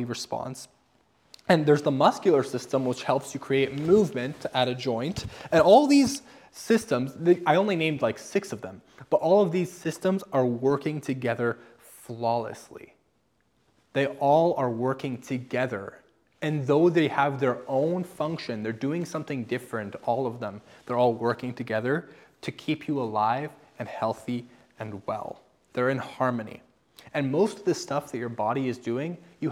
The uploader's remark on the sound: I am reposting a sermon I recently preached at my church this past Sunday about Spiritual gifts.